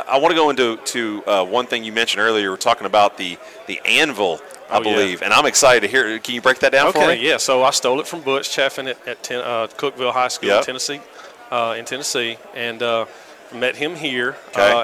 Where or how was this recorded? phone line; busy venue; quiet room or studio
busy venue